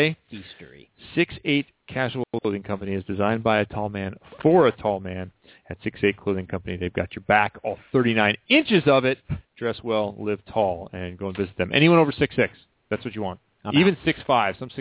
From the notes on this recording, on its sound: checked in, by phone, for a few minutes